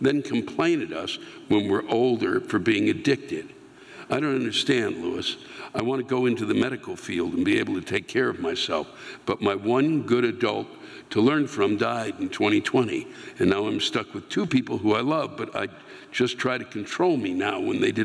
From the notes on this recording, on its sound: The live rants come from this past weekend’s shows at the Fox Performing Arts Center in Riverside, CA and the Fremont Theater in San Luis Obispo, CA.